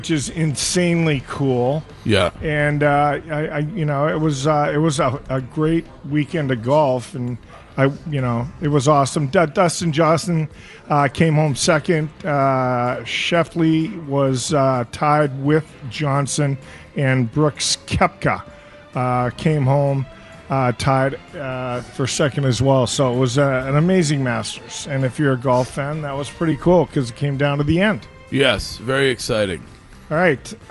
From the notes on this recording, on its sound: Broadcasting live from The Capital Grille